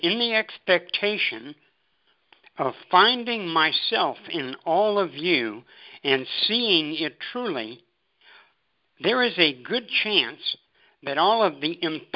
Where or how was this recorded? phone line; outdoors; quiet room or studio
phone line